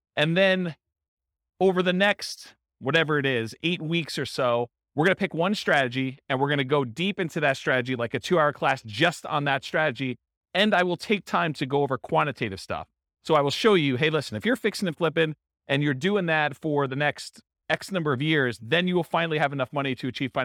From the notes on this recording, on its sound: This was a live class recorded